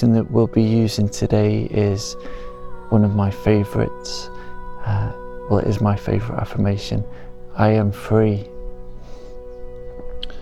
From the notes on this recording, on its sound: It's recorded in the forest. You will hear sounds of nature and sound healing.